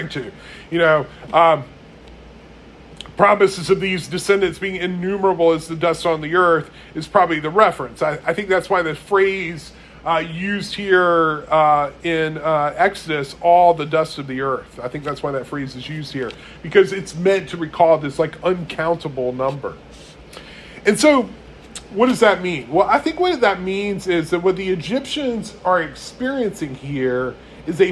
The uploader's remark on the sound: One of the itchier sermons preached at Resurrection church.